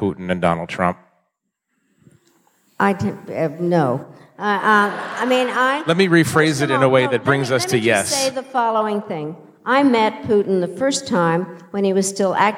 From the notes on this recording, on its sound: In a conversation on stage at Sixth & I